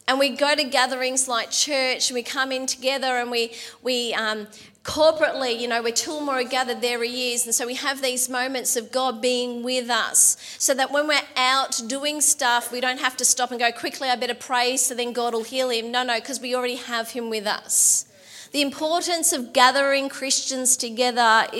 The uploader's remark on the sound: LIVE at Echo Church